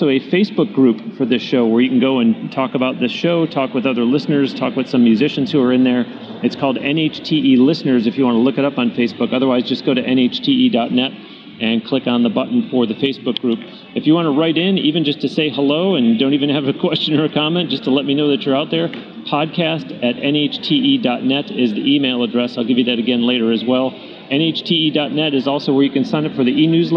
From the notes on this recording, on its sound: interviewed on-location in Nashville at the Summer NAMM Show